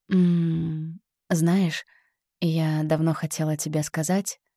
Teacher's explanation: Это и есть придыхание. Легкий, воздушный оттенок, когда голосовые связки слегка приоткрыты, пропуская чуть больше воздуха.